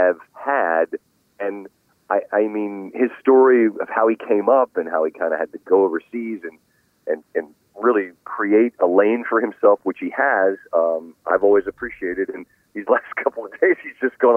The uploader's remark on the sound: Called in from Southern Hills in Tulsa.